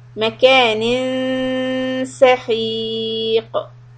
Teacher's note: the noon will be إخفاء، soft, and keep the tongue close to seen